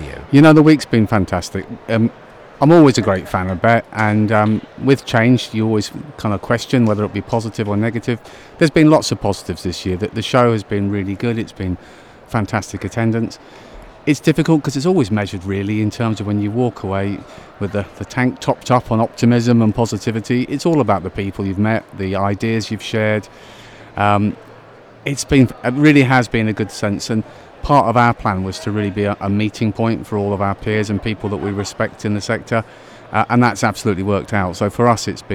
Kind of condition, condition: setting, busy venue